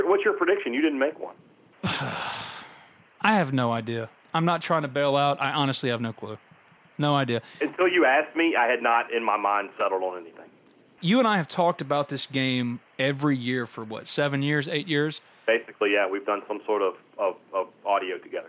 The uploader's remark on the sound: joined on the Modern Woodmen phone line